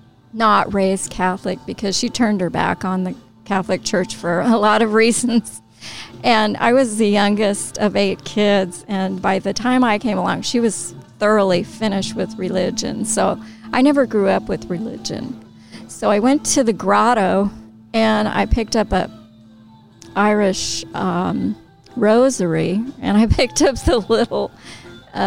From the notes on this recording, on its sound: In this episode I record live at the haunted White Eagle Saloon in Portland, Or